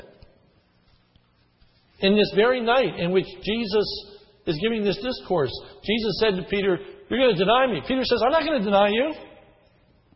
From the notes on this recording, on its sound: This sermon was recorded on 3/14/10 in the morning service.